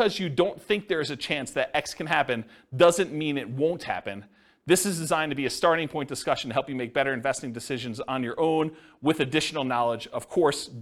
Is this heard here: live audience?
yes